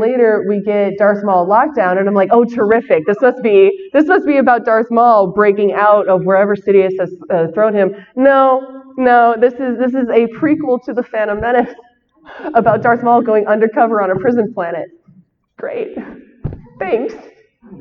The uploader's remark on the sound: Shares her panel from Celebration Chicago.